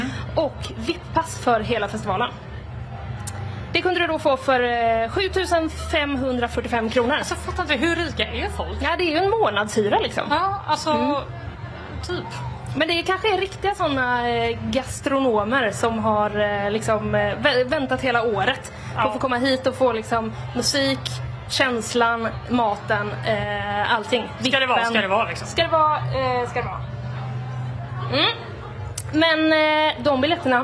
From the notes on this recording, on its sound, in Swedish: Live från WOW. Under Way out west.